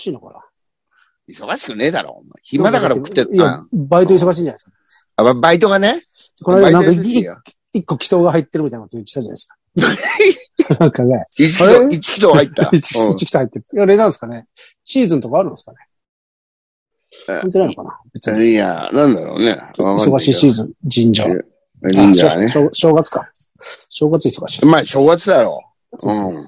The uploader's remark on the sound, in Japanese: ZOOMで収録